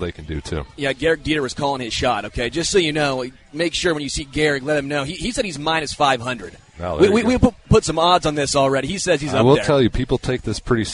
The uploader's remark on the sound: LIVE from Chicken N Pickle